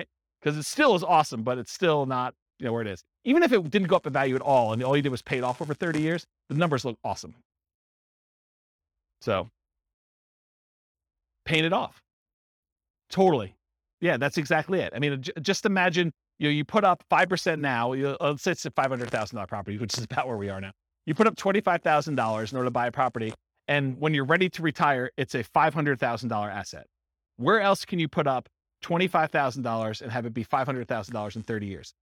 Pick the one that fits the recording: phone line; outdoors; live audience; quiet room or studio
live audience